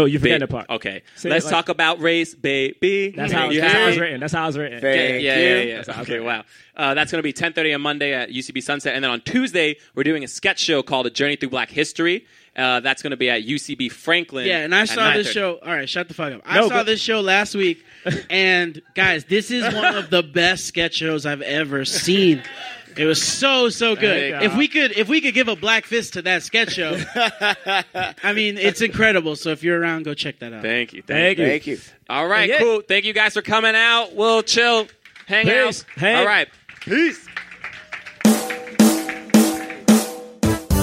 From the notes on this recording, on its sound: Live at The Hollywood Improv.